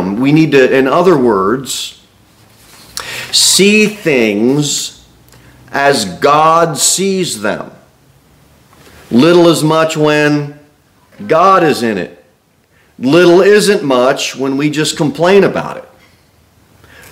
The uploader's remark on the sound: Sermon delivered at Pilgrim Baptist Church on Sunday, October 22, 2023, at 2-15 pm. Cookeville, TN 38501.